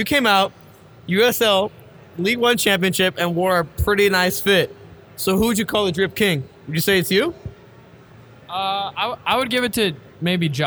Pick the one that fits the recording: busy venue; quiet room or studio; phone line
busy venue